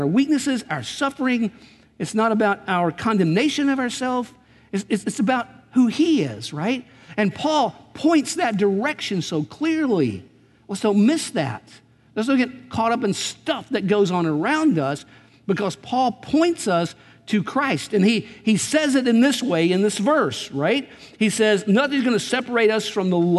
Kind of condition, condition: setting, large echoing room